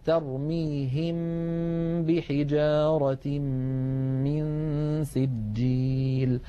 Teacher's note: أن تأتي ميم ساكنة بعدها باء اسمه الإخفاء، نطبق الشفتين هكذا على الميم ونغن ثم نفتحهما على الباء، ترميهم بحجارة من سجيل، وهذا أمر يعني فطري يفعله الإنسان